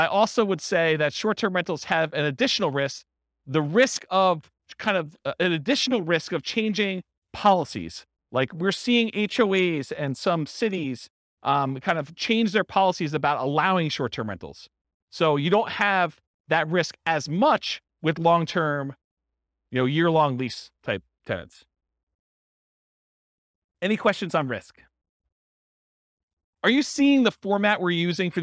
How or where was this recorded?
live audience